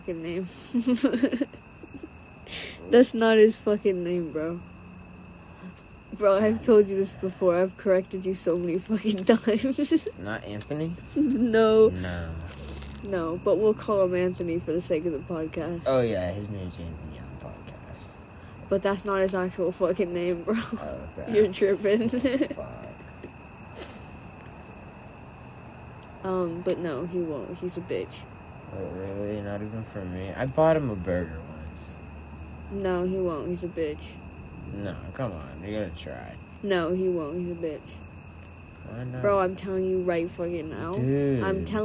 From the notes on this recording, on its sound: Our first episode recorded on the homie's roof & on a phone.